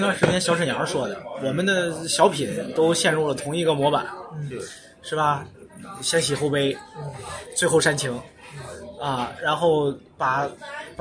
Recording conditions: phone or laptop microphone